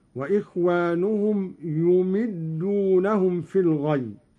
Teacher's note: قرأ قالون بضم الياء وكسر الميم هكذا: وإخوانهم يمدونهم في الغي.